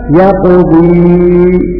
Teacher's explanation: في حال الوقت يثبت الياء